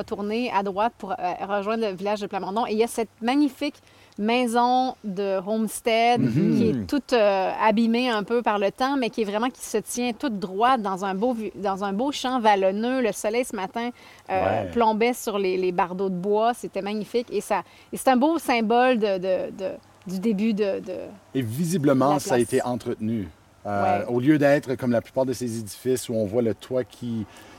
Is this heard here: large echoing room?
no